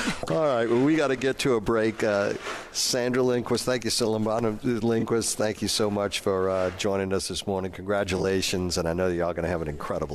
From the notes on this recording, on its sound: New Orleans Chamber 2023 Annual Luncheon at Hilton Riverside New Orleans. Broadcasting LIVE from the Hilton Riverside for the New Orleans Chamber 2023 Annual Luncheon.